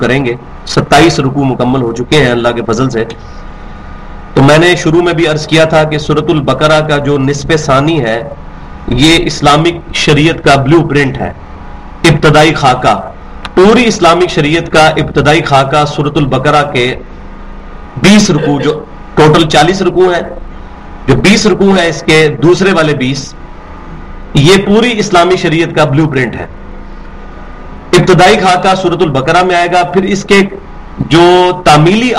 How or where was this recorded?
large echoing room